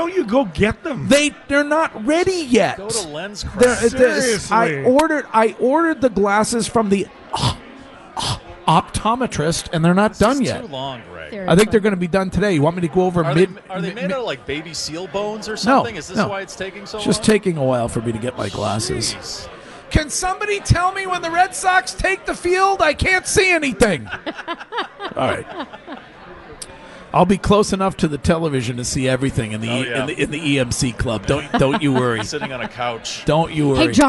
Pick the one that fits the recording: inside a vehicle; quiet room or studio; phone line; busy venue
busy venue